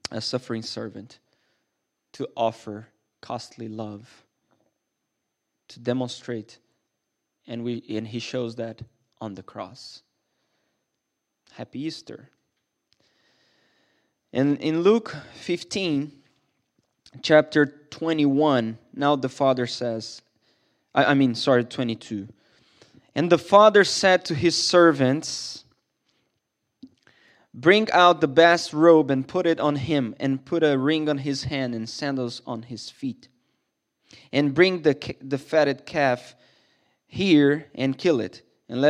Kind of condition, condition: setting, large echoing room